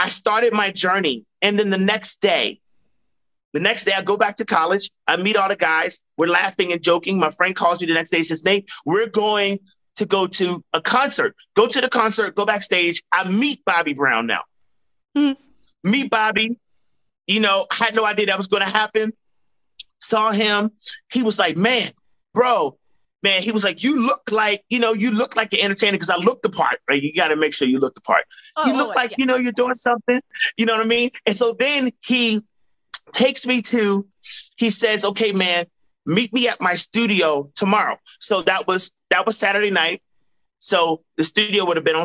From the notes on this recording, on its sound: joined me on a Zoom